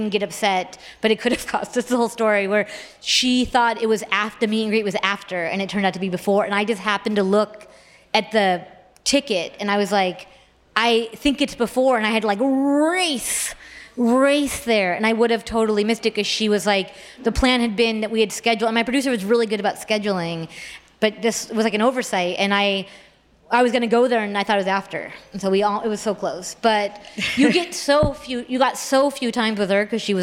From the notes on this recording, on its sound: joins LIVE at the 2022 On Air Fest